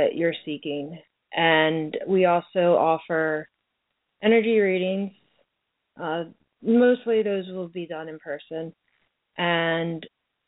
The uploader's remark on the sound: There will be time at the end of the episode for live call-in's where you can ask questions or contribute comments.